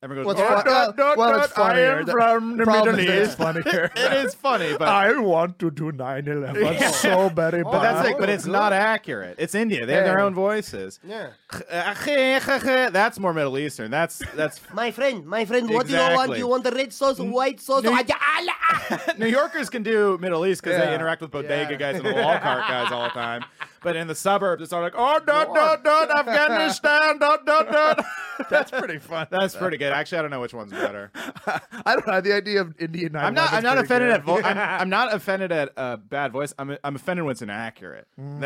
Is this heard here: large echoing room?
no